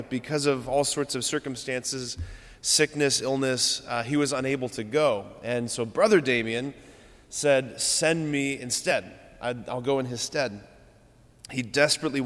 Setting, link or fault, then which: setting, large echoing room